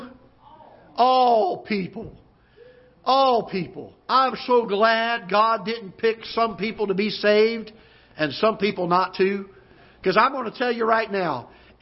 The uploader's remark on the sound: Ketha Heights Baptist Church ~ Live Broadcast